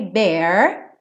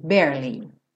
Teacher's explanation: Nesse barely, o E do meio não é pronunciado. Então, você enrola a língua para o R, bear, e já vai para o li, barely